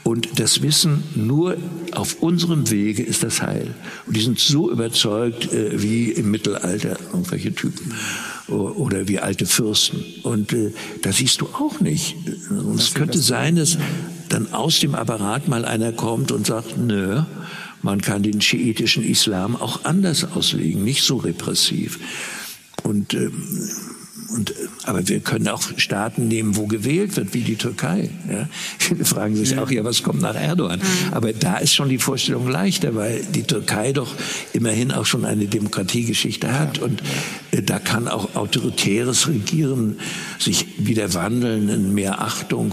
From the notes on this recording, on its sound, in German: Das haben wir in einer Ausgabe unserer Gesprächsreihe „Augsburger Allgemeine Live“ getan.